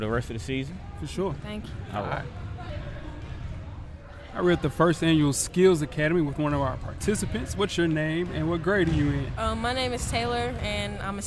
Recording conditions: busy venue